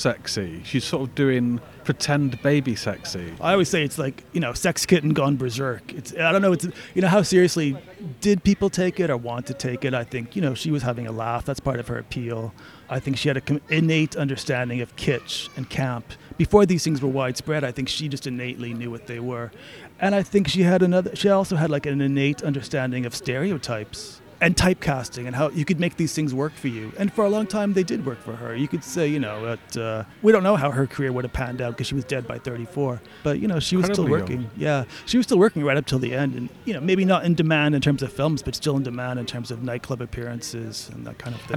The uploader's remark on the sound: we headed out to Fontaines bar in Dalston